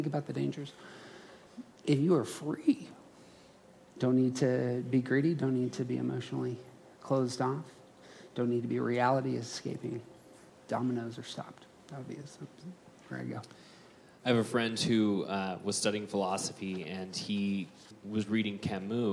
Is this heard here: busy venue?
yes